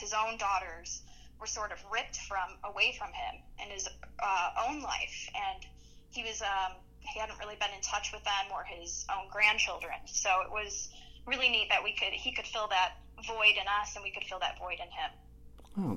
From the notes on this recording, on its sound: I recently had a phone interview